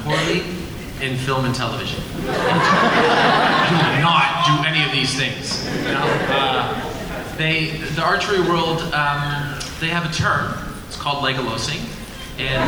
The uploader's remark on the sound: Bonus – Arrow panel NYCC 2012.